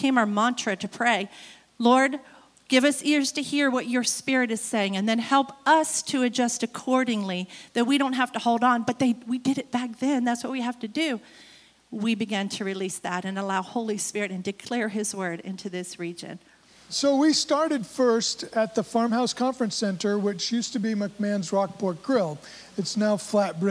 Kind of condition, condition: setting, large echoing room